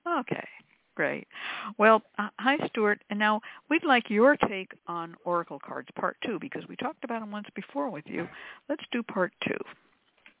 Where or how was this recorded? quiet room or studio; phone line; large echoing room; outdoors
phone line